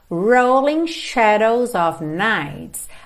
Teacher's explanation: em rolling a gente enrola a língua no R